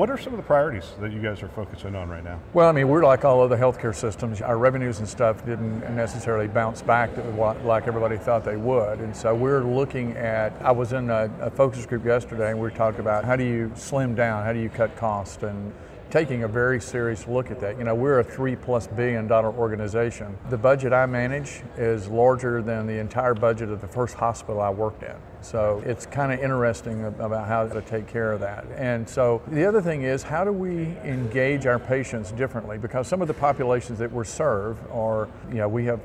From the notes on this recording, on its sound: Interview in Action live from CHIME